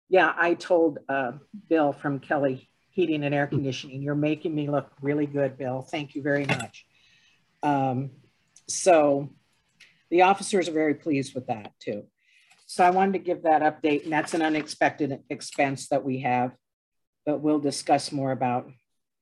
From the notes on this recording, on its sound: was held on Zoom